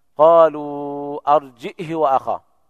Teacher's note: وقرأ ابن ذكوان قالوا أرجئه وأخاه بالهمزة مع إسكانها وكسر الهاء بدون صلتها